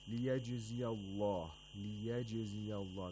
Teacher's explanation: The jim has qalqala. The sound of jim has to be heard.